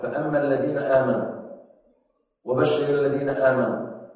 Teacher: قرأ البدل بحركتين في الموضعين · Term: قصر البدل